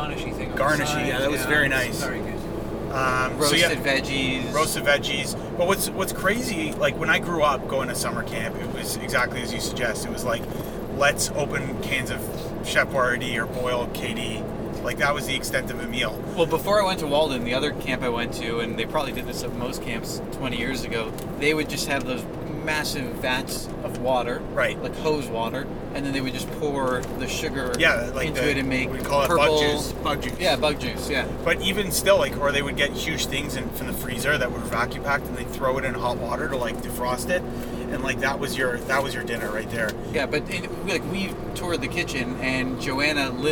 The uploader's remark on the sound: Driving up to Fireside. On our drive from Toronto up to the Fireside location - Camp Walden, Palmer Rapids.